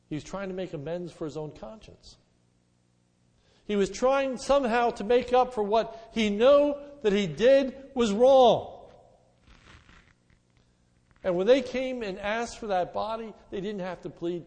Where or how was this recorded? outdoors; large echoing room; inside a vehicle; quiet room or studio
large echoing room